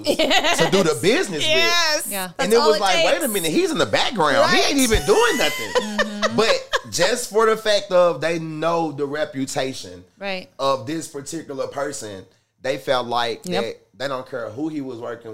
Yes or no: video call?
no